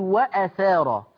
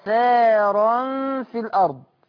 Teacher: خلي بالك بقى من ملحوظة عايز أقولها لك صدق وبرضو خطابي للجميع ما ينفعش أقول وأثارا كأن الهمزة على الألف هي الهمزة على السطر وبعدين ألف لازم تاخد مقدار حركتين ده مد بدل · Shown in: second take